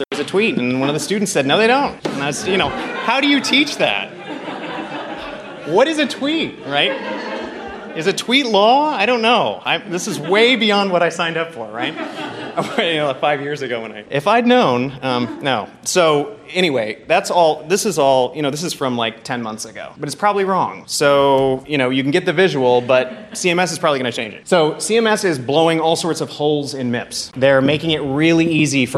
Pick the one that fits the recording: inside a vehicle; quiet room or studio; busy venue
busy venue